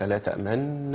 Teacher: الإشمام كما بينت لكم بيكون ضم الشفتين مع الغنة، ليس بعد الغنة كما ينطق بعض الإخوة، لا تأمن.